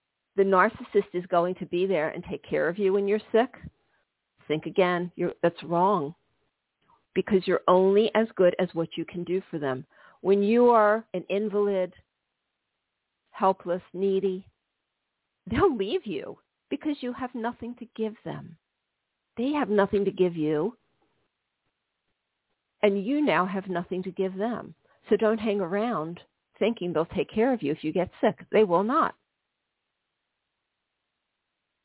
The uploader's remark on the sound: This is a live call-in show.